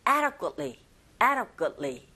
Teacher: 이렇게 발음하셔야 되는데, 첫 번째 강세를 꽝 주시고, ada, 여기는 d 사운드가 모음 사이에서 르처럼 들려서 ada, ada. 그리고 adequately가 아니라 역시 t 사운드가 거의 안 들리죠